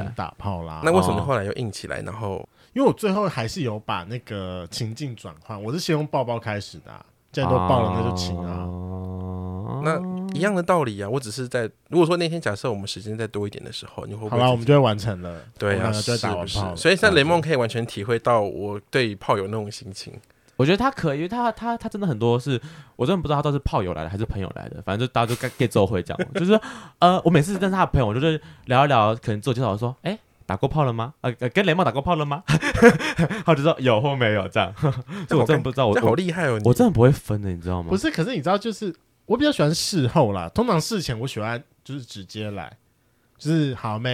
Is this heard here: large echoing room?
no